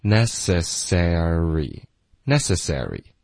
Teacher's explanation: s 融进去一个 re，这个音比较难发。necessary，美式的发音就保持四个音节 necessary，第三个音节会难一点，因为它要求一个滑动 sar，OK，有一个 a 滑到儿化音 sar，然后再来一个 re